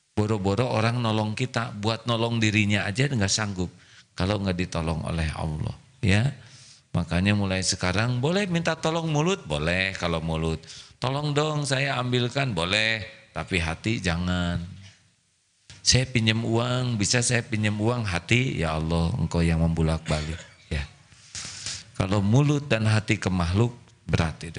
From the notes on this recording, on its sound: Live dari Masjid Daarut Tauhiid Bandung